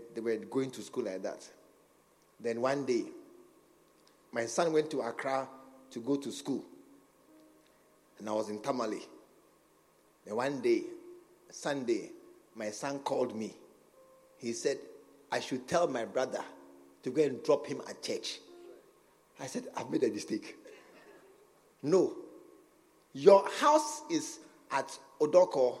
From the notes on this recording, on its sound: At the SAT Service, True Vine Cathedral, Bantama.